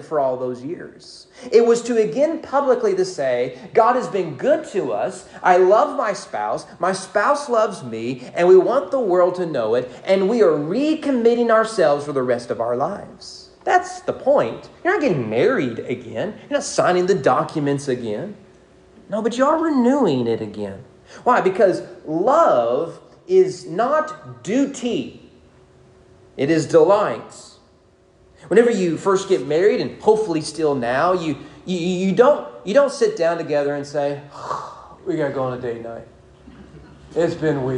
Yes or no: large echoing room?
yes